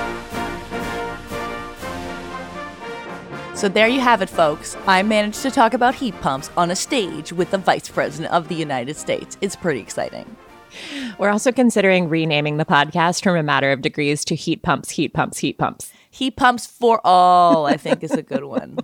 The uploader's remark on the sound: this is our first appearance in front of a live audience